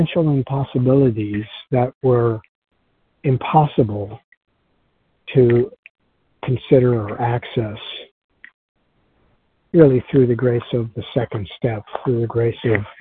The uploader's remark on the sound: 100 Pounders Phone Meeting